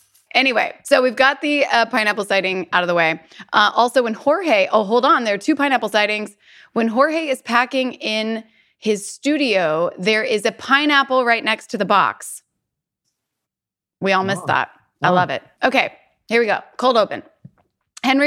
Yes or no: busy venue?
no